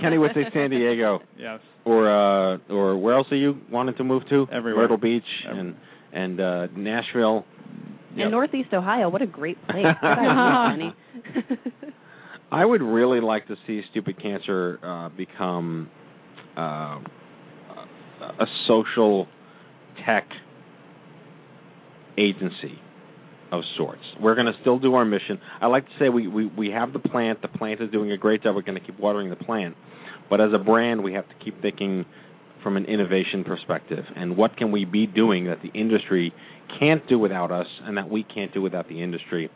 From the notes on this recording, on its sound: WE'RE TAKING YOUR CALLS. It's time to open our phone banks for the first time and host the inaugural "Open Mic Night" for The Stupid Cancer Show.